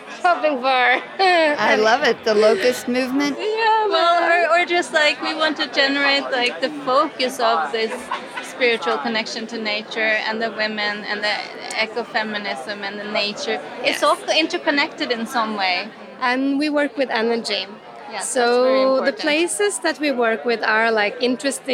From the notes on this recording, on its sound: Setting up a temporary recording studio in a poolside cabana, at a Miami Beach hotel, we sit down with a dozen curators and cultural producers to document their stories. In this marathon recording session. We recorded this special program when the annual Congress of the Association of International Curators of Contemporary Art (IKT) took place in the United States for the first time.